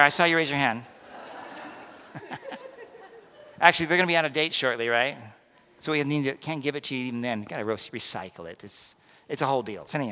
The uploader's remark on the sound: This was recorded at the 11:15am Mass due to partial audio loss during the live stream at 9:30am.